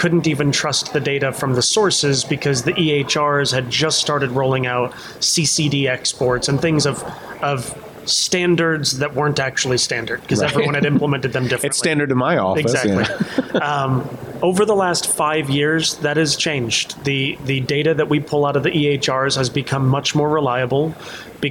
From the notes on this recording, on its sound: Interviewed live and in person at NCQA’s 2nd annual Health Innovation Summit. Interviewed live and in person at NCQA’s 2nd annual Health Innovation Summit.